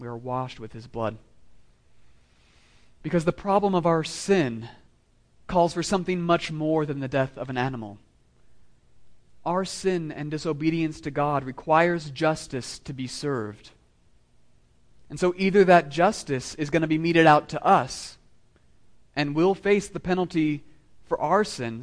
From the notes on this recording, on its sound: Sermon delivered to meeting of the Southwest Presbytery of the PCA, Fall 2016, at Christ the King Presbyterian Church of El Paso